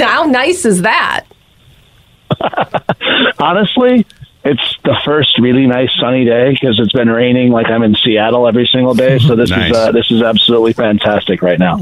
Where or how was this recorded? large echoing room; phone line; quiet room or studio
phone line